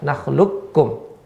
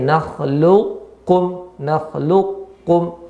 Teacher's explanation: Ya, kebanyakan jumhur ulama, qurra khususnya yaitu ya secara mutlak dia dibaca idrom ya langsung nggak ada kofnya seolah-olah tidak ada kof dan ya langsung ke kaf · Shown in: first take